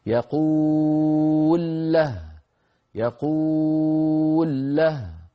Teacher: نحذف الضمة وندغم اللام في اللام، فنقول يقول له، يقول له، هذا الإدغام التمام التام.